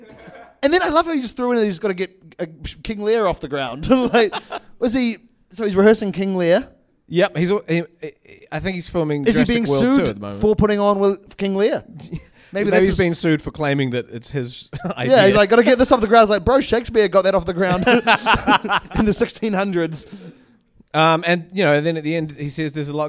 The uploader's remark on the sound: In this live episode. With the help of a fan's parents in the audience.